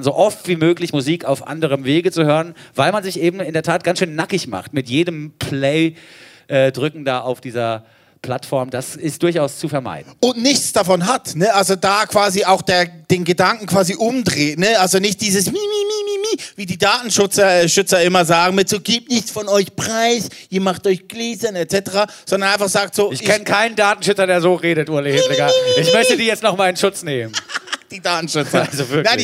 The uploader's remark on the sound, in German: Feiern eine neue Ausgabe Zuckerstückli vor Publikum. Live bei Dussmann.